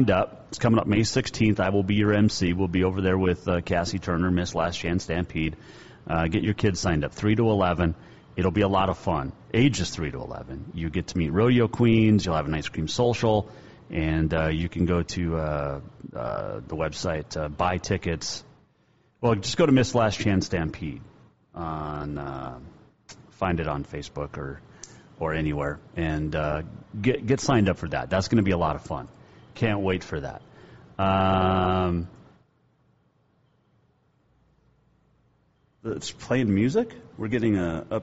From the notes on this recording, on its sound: we were live at Green Meadow Country Club